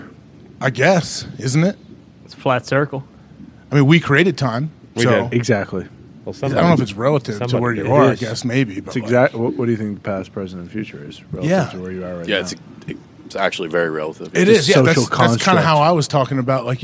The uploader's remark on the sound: live from the set of College GameDay in Jackson, Mississippi